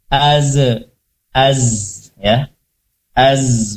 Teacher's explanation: hati-hati pada huruf zai, az, jangan sampai memantul, memiliki kol-kolah